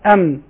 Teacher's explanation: الآن انقطع الصوت بين الشفتين · Term: الميم